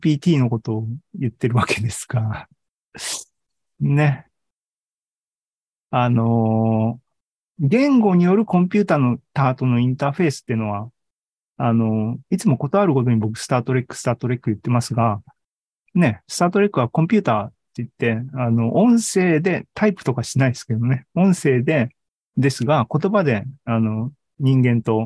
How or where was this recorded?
video call